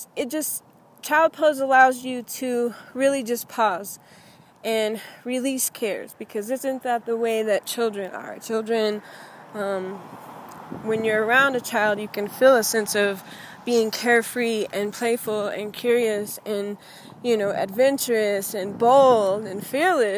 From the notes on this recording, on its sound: In this impromptu episode, as I was walking on my way to yoga.